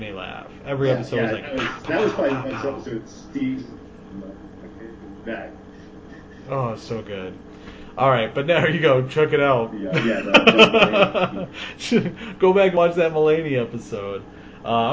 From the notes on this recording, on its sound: The audio is a little off this week